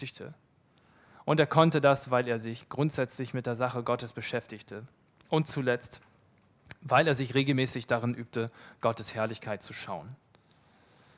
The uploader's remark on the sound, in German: Vortrag vom Männerbrunch Die Männer der Arche treffen sich mehrmals im Jahr zu unterschiedlichen Veranstaltungen. Nach einem reichhaltigen Brunch vom Buffet hält ein Referent einen Vortrag zu einem biblischen Thema und es gibt Zeit für den persönlichen Austausch.